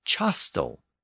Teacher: changed that Latin word castellum to chastel with a CH sound. And then later, that initial sound shifted to an SH sound.